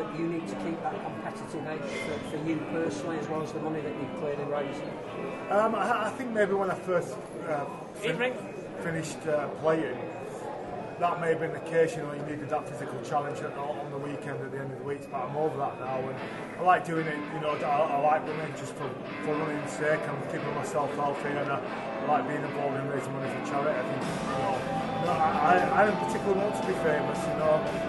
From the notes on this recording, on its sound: We were live at Headingley